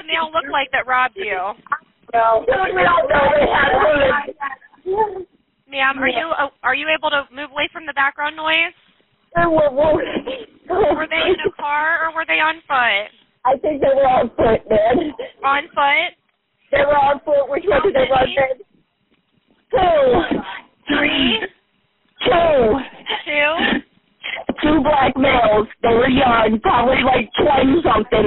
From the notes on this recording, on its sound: This is one of the many 911 calls that came to dispatchers during a spree of armed robberies at gas stations and convenience stores in Canton.